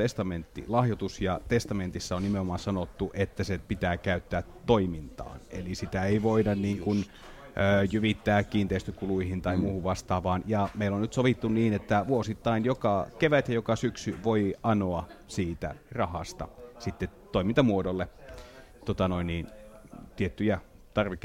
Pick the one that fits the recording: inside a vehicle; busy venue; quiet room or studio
busy venue